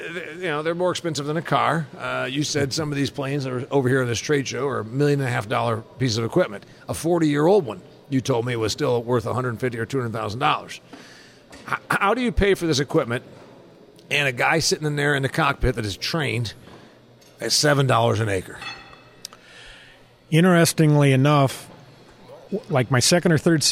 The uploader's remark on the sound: I taped this episode from the National Ag Aviation Association convention and trade show.